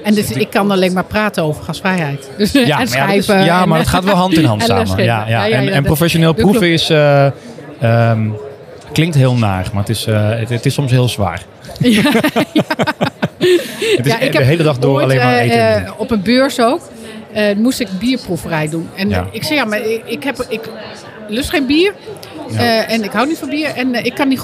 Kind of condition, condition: setting, busy venue